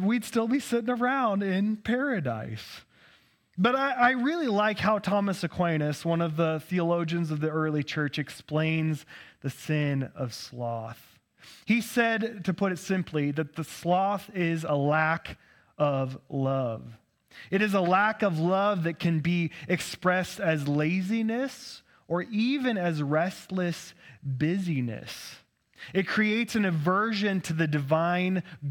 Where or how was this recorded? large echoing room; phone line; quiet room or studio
large echoing room